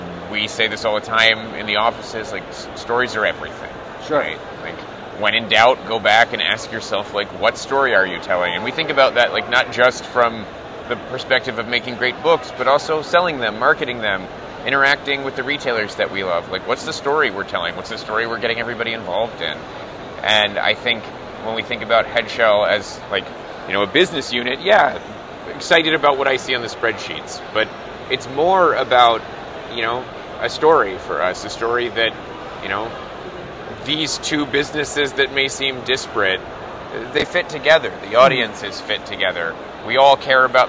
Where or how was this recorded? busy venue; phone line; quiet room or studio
busy venue